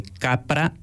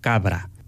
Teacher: Se dice vita con T, igual que en latín había una T, mientras que en español tenemos una D. Entonces, esa debilitación de T en D, entre otras, ¿no? Como la P en B, como por ejemplo de capra a cabra.